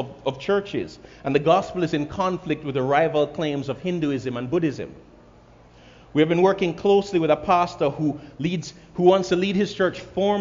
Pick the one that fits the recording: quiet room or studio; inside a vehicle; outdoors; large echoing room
large echoing room